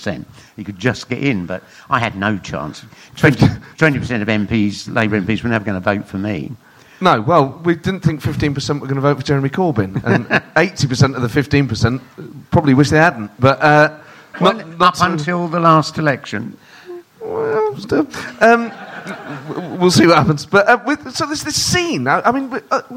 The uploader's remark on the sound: recorded at the Leicester Square Theatre